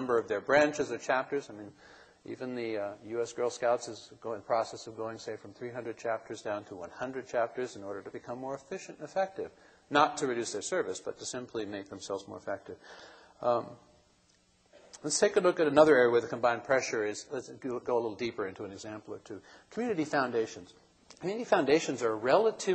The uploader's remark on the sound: Keynote address from the 2007 Conference for Nonprofits.